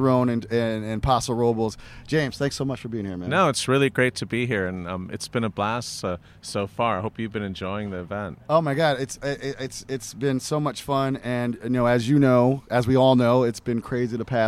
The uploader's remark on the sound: Live from Hospice du Rhône. Live chats from Hospice Du Rhône’s flagship event in Paso Robles, California. The 2022 event featured over 120 international Rhône producers. Was there recording live with many of the brilliant winemakers and other prominent wine folks attending this year.